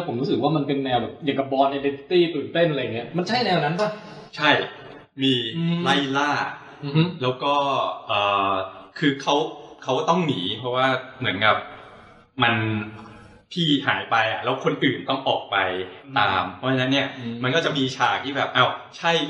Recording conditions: poor sound quality